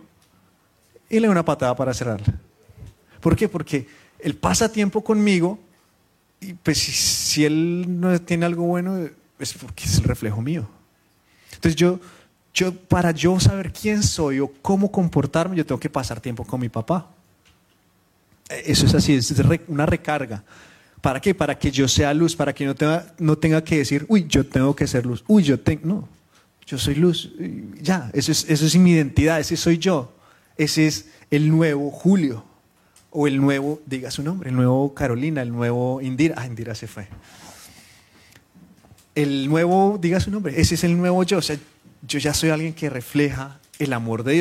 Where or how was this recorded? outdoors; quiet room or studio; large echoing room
large echoing room